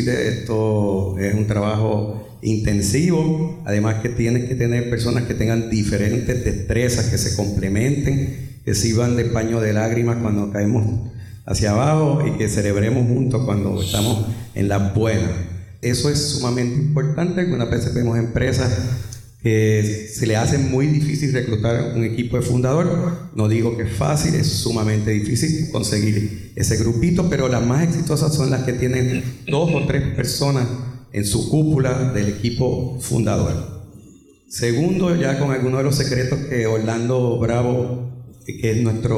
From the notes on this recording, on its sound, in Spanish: ¡En vivo desde el Boricua Emprende Fest!